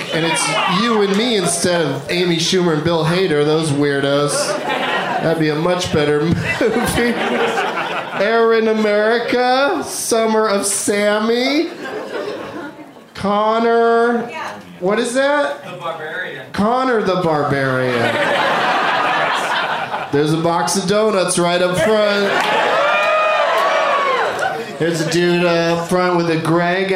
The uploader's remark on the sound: Live from Madison, WI